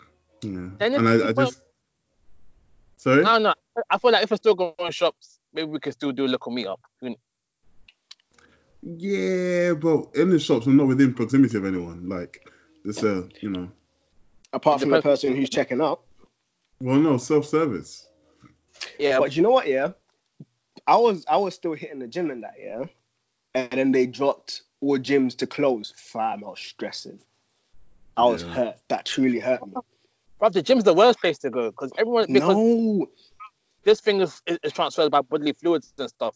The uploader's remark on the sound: The Furnace burns bright from our individual homes via Skype. We also maintained social distancing and came together only virtually to bring you another fund conversation.